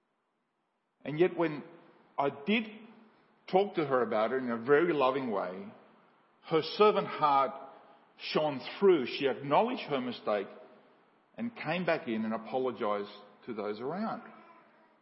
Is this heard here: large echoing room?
yes